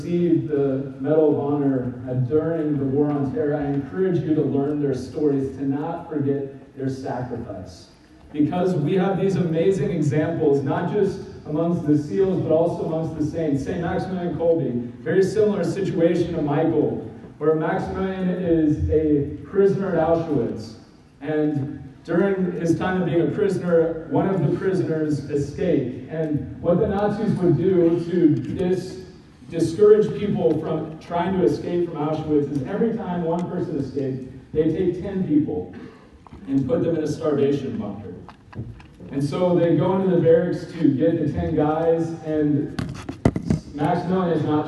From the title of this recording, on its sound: Given at NCYC, Indianapolis,